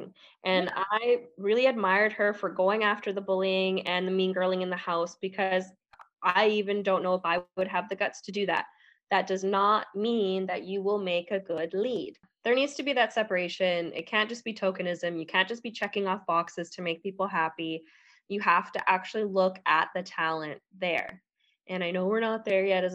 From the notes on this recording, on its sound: We did record this episode over zoom so there were a few technical issues with audio because of spotty WIFI